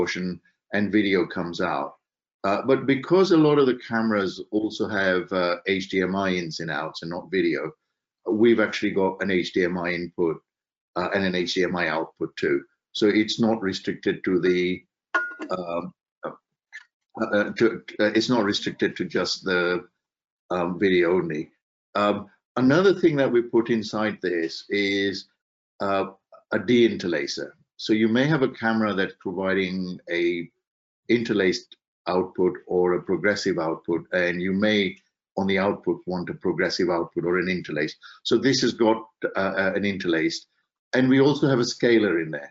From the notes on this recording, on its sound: Webinar Recording.